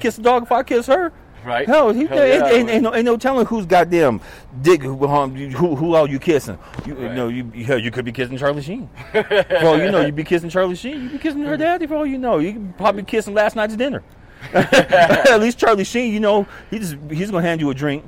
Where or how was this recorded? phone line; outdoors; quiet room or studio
outdoors